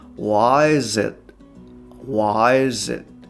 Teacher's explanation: y の後ろにあの z ですね。z はい、z の音が続いて it っていう感じになっていると。 · Term: 一般的な連結